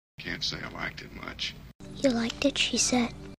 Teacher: the native speakers don't actually pronounce the K sound. They would say liked it. They would pronounce just the T.